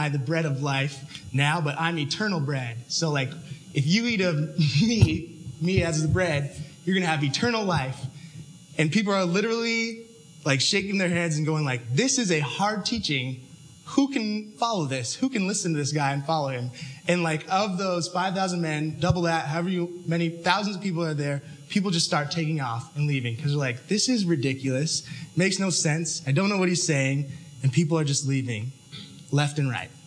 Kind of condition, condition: setting, large echoing room